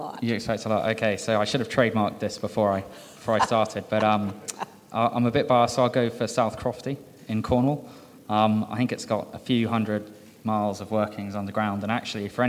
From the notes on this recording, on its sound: This episode features the Next-Gen Leaders Panel at The Northern Miner’s annual Canadian Mining Symposium held at Canada House in London, U.K., earlier this year.